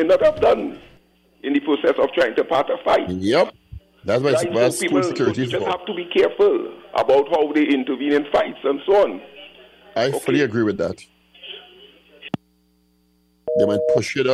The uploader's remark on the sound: we take more calls from the audience